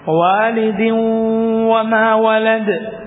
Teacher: വാവ് വന്നാൽ അപ്പോഴുള്ള നിയമം അൽ ഇദ്ഗാം ബിഗുന്ന, വാവിലേക്ക് ലയിപ്പിച്ച് ഉച്ചരിക്കുക മണിച്ചുകൊണ്ട്